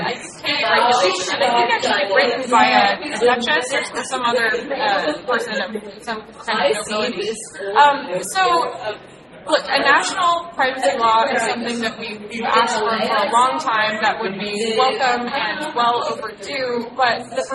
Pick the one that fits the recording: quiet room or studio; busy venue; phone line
busy venue